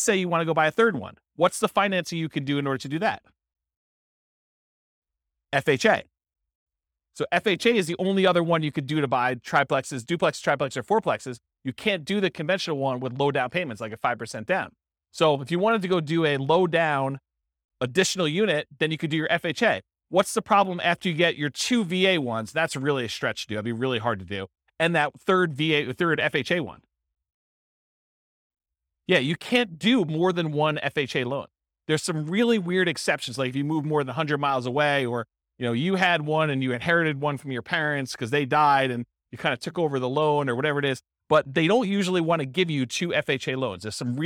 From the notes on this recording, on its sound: This was a live class recorded